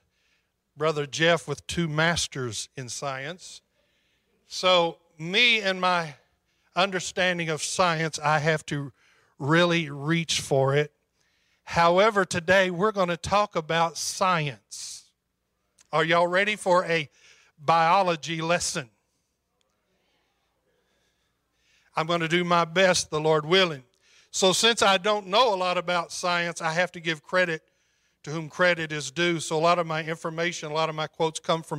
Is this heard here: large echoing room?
yes